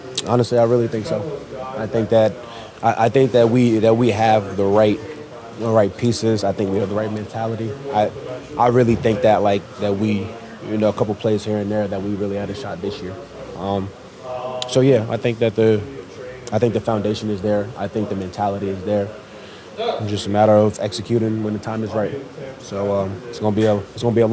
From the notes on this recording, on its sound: Bucs Postgame Locker Room Press Conferences. NFC Divisional Round 2023-2024 Playoffs.